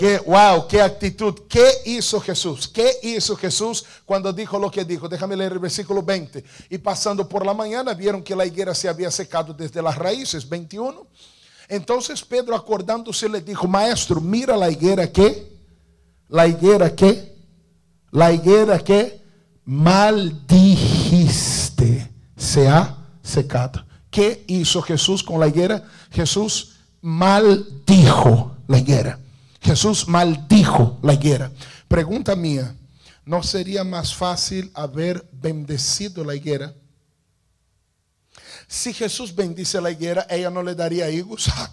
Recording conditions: large echoing room